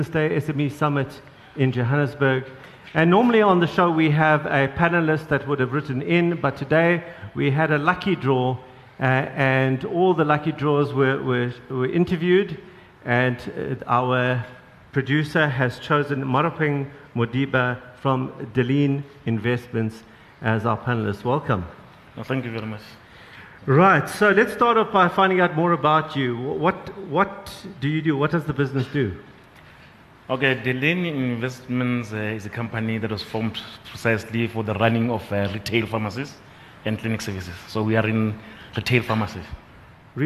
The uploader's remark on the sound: We bring you a programme that was recorded at the recent BDTV SME Summit. A business owner from Polokwane won the lucky draw and joins the panel on stage.